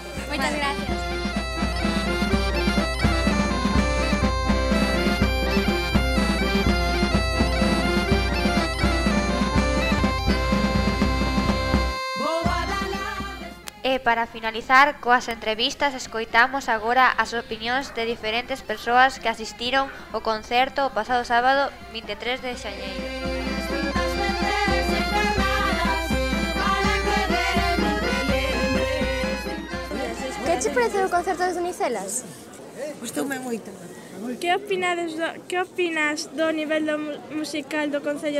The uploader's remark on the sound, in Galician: Nos trasladamos den directo ao auditorio de Salceda, onde presentaron o seu novo disco, para falar con algunha das súas integrantes e coñecer a opinión do público que asistiu.